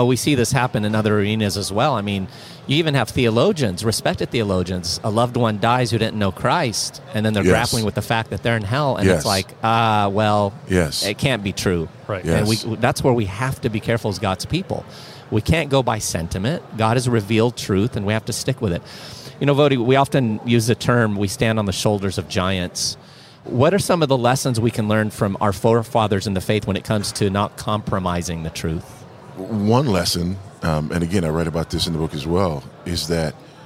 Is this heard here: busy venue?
yes